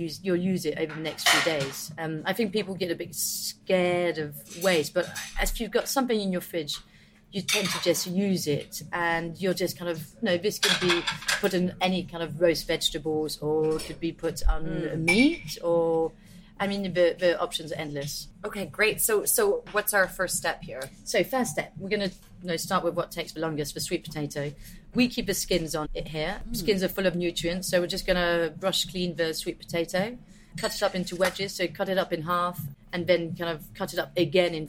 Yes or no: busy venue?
yes